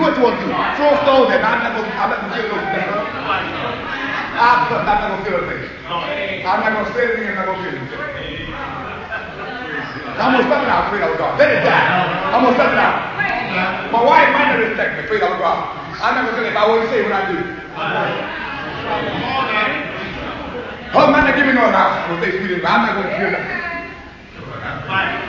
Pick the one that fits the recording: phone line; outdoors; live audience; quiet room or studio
live audience